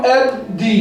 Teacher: لم شمسية مضغمة في الدال المكسورة